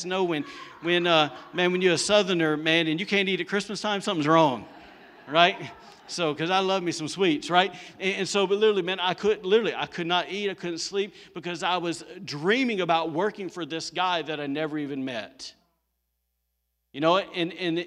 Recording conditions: large echoing room